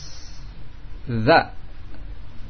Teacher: Za, yang naik za, ujung lidah dengan ujung gigi seri atas. Za. Maka ketika kita menyebutkan nun sukun ataupun tanwin, persiapkan makhraj za.